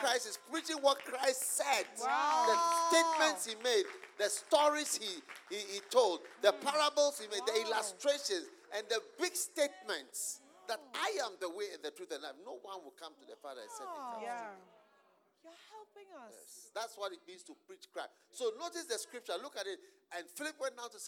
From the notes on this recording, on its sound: Preached at the Use It or Lose It Camp, USA.